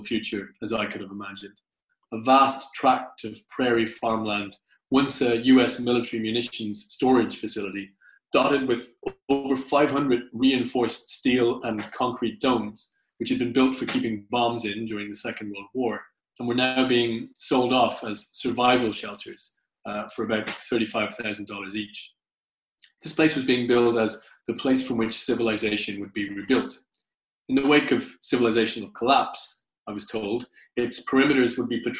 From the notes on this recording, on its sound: Recorded at the very first online 5x15 event on April 20th 2020